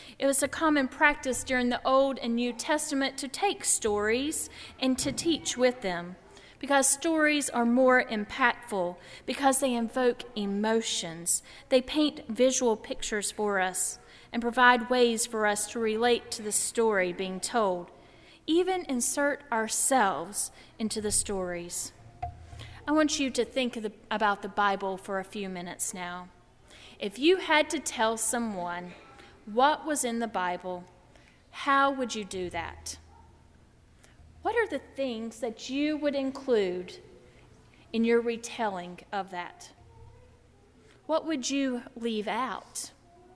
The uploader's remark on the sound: during the Heritage service on Sunday April 3, 2016, at First Presbyterian Church of Arlington Heights, Illinois.